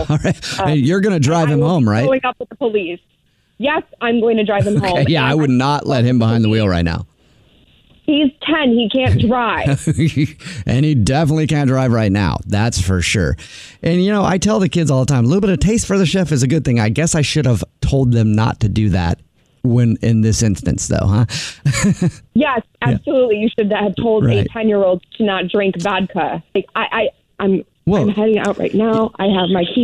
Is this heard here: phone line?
yes